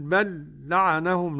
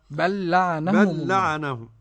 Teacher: لأن الإدغام الحرفين أدغم الأول في الثاني فصار حرفا واحدا مشددا يرتفع اللسان عنه ارتفاعة واحدة · Shown in: second take · Term: إدغام مثلين صغير